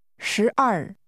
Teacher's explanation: 12 has first a rising, then a falling tone.